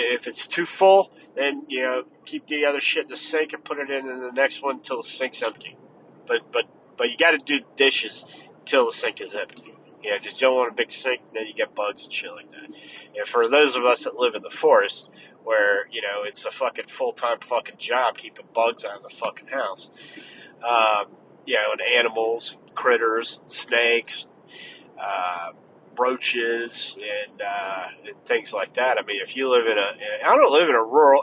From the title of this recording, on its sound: In the Car